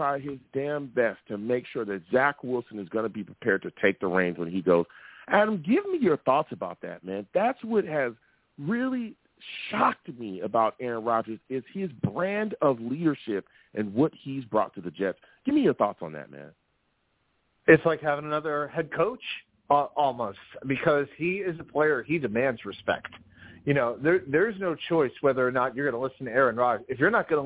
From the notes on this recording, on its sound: I take live callers!